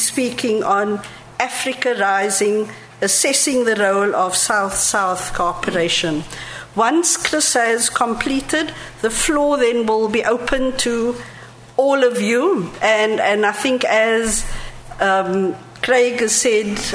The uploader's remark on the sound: An audio recording of the proceedings of the LSE Cape Town Conference 2014